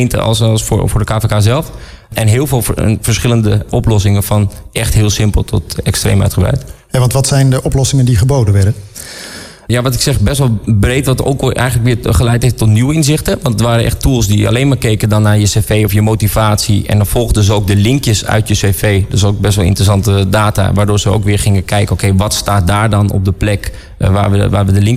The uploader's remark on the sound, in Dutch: Een van de events op de Floriade Expo-terrein vond plaats op 17 mei: het Floriade Hub Café. Een live-radioprogramma vanuit de Green Innovation Hub in The Natural Pavilion met muziek en aansprekende gasten uit de wereld van tech en innovatie.